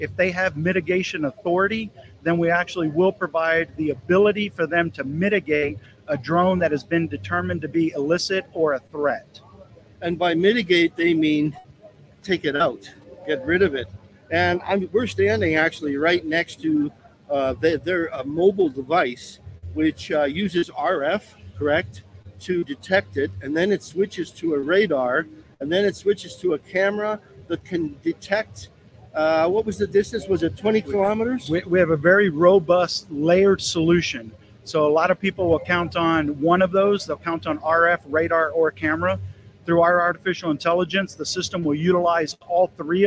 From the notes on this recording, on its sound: live from Washington at an arms show